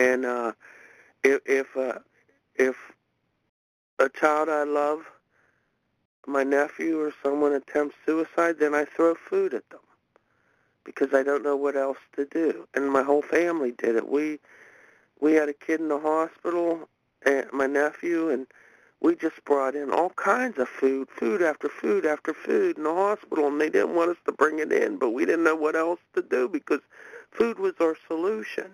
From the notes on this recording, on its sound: from the 100 Pounders Phone Meeting, 1/5/23